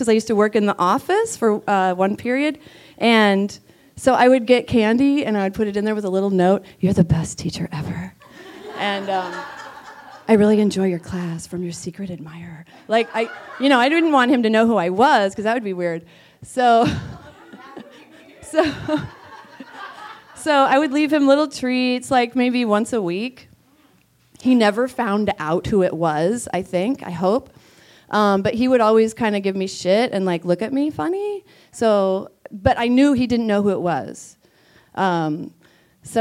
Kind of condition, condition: setting, live audience